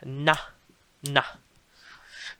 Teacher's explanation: with like a heavy tone with a glottal catch